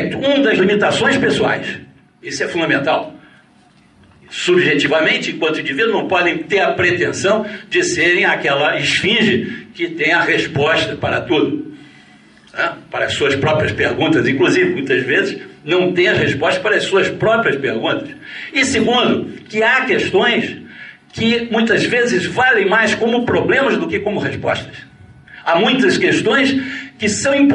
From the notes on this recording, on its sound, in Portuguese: Palestra gravada durante o XXVII Encontro Nacional de Estudantes de Filosofia (ENEFIL) em 2011, na UFF Niterói